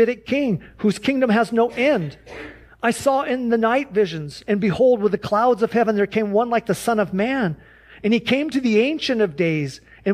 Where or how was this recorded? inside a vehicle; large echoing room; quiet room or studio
large echoing room